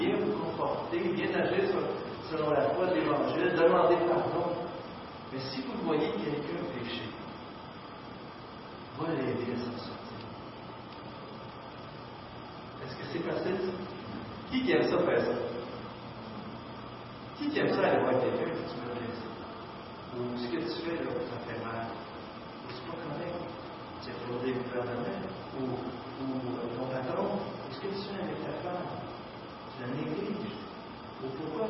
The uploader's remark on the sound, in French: Mauvaise qualité sonore